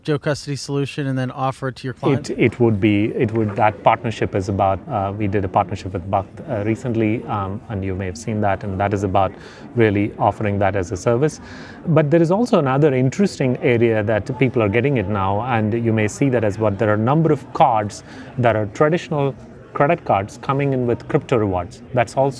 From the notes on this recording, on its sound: recorded at the Bitcoin 2022 conference in Miami